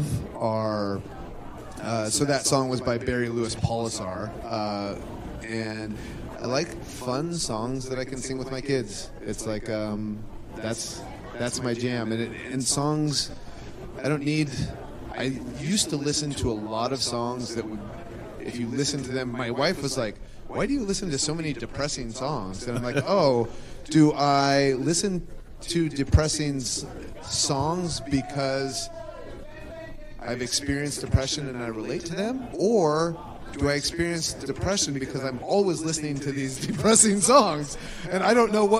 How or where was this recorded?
live audience